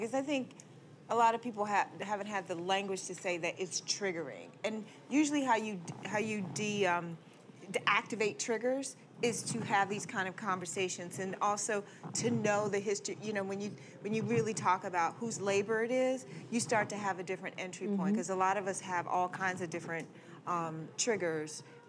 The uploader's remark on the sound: A panel of writers and activists. The conversation was recorded on September 22, 2016 in front of a live audience at New York's 92nd Street Y.